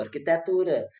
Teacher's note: Portanto, pela regra, não é a regra da língua, nós deveríamos ter arquitetura, sim, arquitetura, arquitetura. Mas não, as pessoas continuam a pronunciar com um E aberto, arquitetura, independentemente do C estar ali ou não.